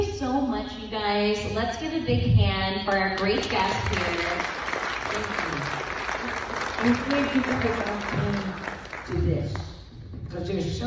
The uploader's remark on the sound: Days of the Dead Indianapolis, July 16, 2021